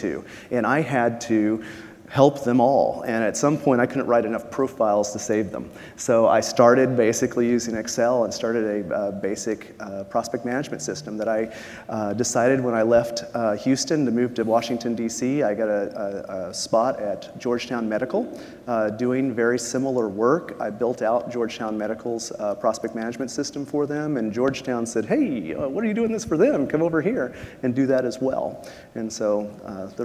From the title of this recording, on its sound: Live from RAISE2019